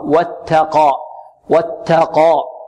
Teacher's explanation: والتاء مرقة وقاف مفخمة